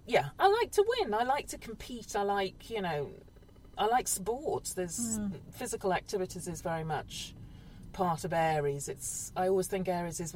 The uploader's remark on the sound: This month's podcast was made at a glamorous location on the top floor of a car park in Reading. We sweat it out in the car.